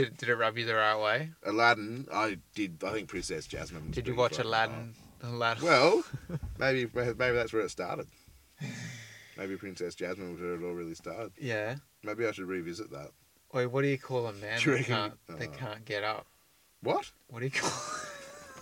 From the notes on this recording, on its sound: This week we are in the car studio at Lucky Parachute HQ, the super-secret camping ground. Ahh the great outdoors, what a place to be, what a place to record a podcast!